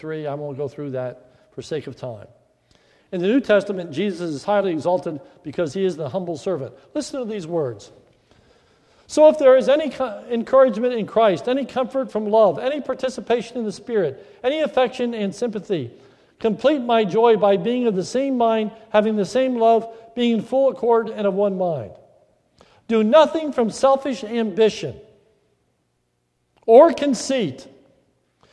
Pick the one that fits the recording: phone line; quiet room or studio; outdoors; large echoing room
large echoing room